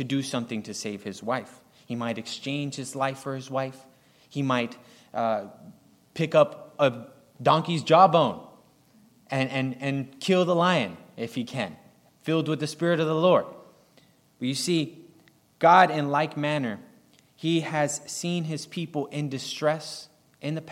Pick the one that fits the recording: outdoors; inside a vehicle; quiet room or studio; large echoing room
large echoing room